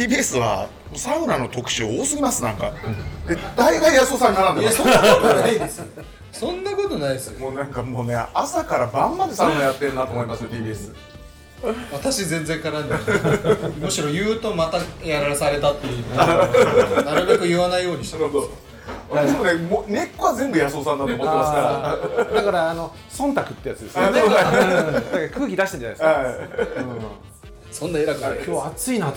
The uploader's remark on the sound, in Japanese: 曙橋の 【神戸ごはん 田中屋】 にて収録です。